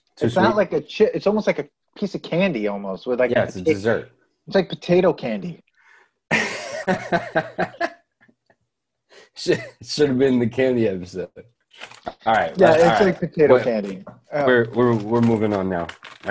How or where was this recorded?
video call